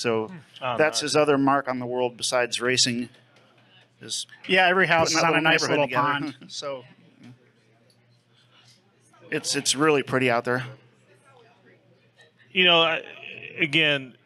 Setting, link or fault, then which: setting, busy venue